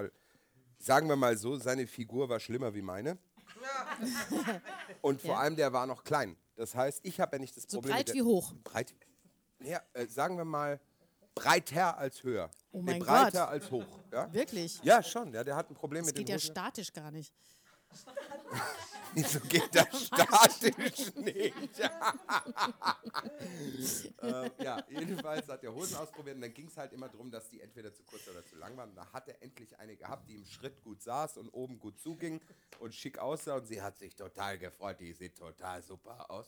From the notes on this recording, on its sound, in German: auch diesmal wieder vor Live-Publikum!